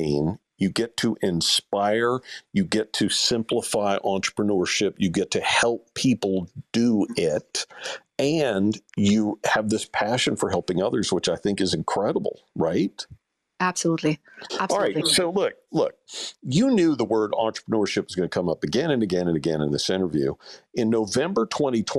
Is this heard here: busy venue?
no